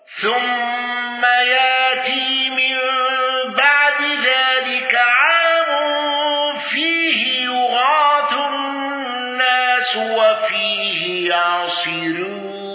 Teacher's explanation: الأزرق بإبدال الهمز وترقيق الراء المضمومة